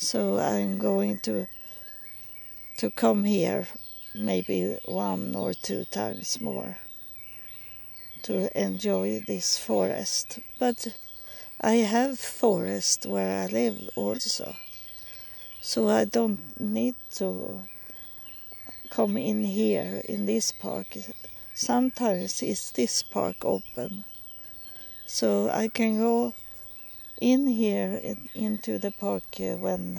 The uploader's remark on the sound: Recording in the park